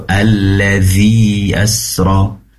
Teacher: Sedikit yang ingin kami koreksi ketika membaca alladhi. Dhi, pastikan ujung lidah nempel ke ujung gigi seri atas. Seraya ada getaran di situ